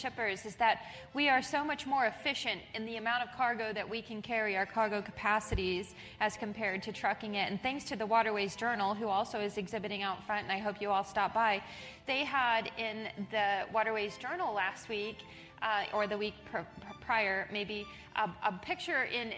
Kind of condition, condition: setting, live audience